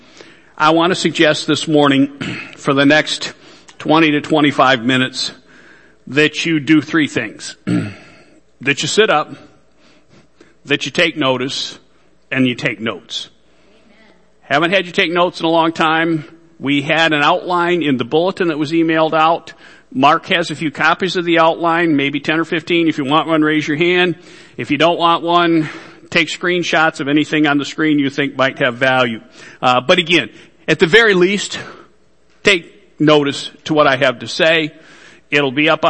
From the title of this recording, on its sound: Worship Service